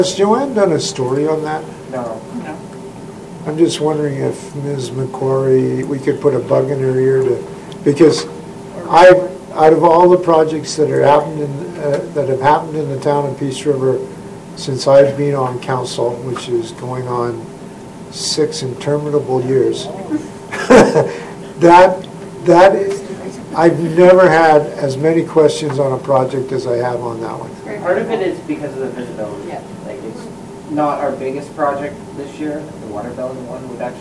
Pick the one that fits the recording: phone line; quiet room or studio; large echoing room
large echoing room